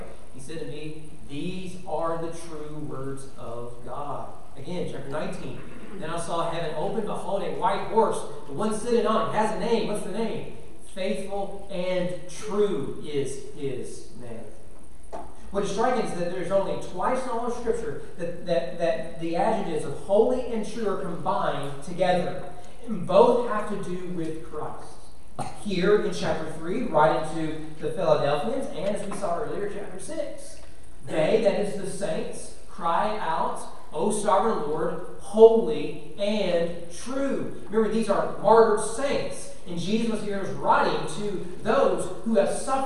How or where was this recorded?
large echoing room